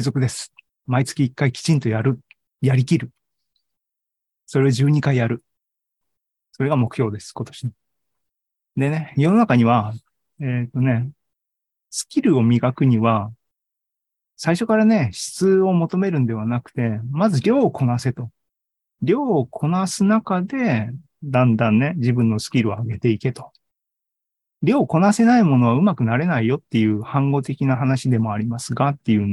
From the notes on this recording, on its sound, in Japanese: ２０２３年１月２５日に開催した ZOOMライブの模様です。